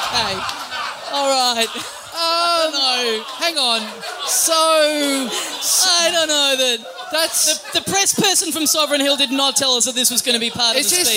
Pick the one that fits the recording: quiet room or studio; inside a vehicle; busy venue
busy venue